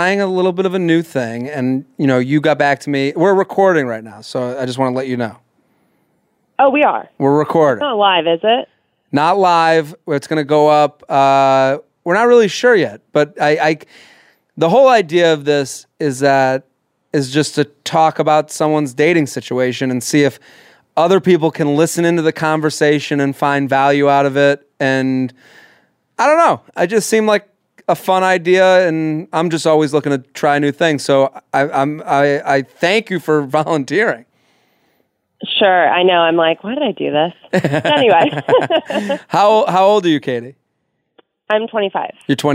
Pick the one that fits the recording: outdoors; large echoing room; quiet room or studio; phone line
phone line